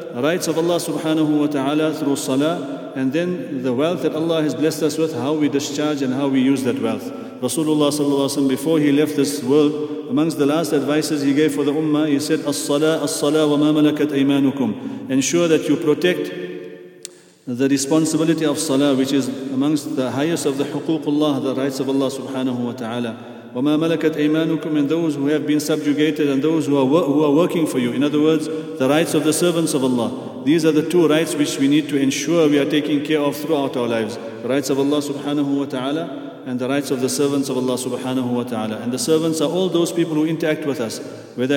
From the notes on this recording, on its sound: at the Houghton Masjid (West Street)